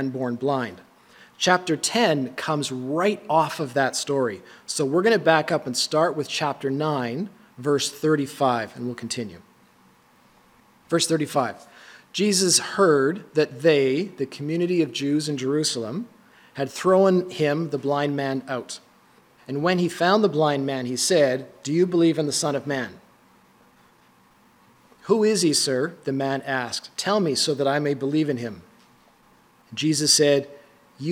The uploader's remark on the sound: These are recordings of our Sunday morning messages and some of the discussion that follows.